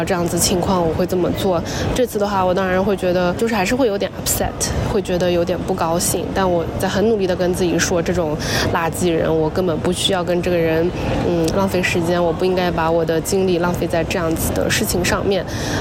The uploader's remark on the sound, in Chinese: 这期是来自罗马古城Perge和伊斯坦布尔机场的现场报道